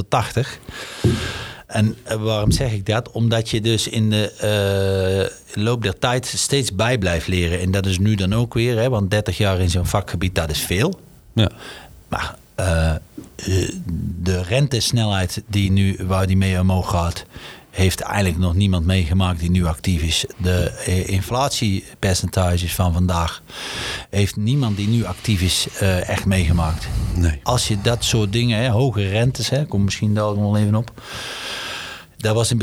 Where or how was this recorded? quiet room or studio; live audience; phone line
quiet room or studio